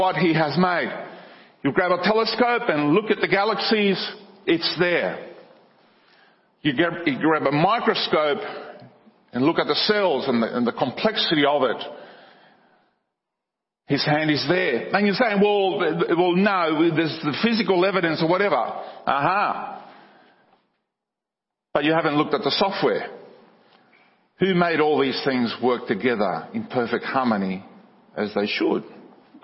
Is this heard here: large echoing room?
yes